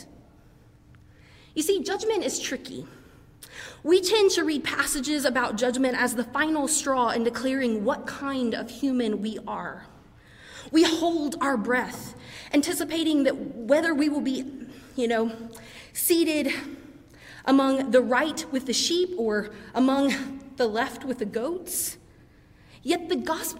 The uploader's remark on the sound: preached during our 11:00 service on Sunday